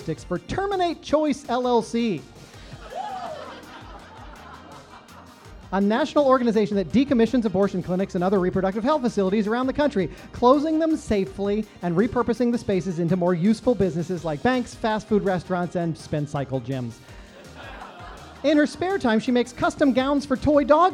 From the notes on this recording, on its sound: It’s a very special LIVE episode of The Corporation, recorded in front of a small but mighty audience at Vermont Comedy Club!